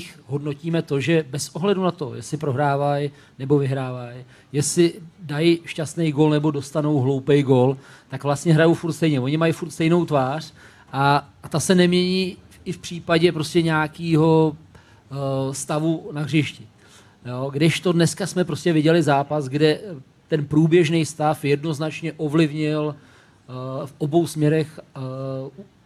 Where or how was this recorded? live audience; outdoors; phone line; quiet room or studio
live audience